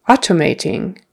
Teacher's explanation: Automating is how we would say it in conversation without so much of a T, but it's still there. · Term: soft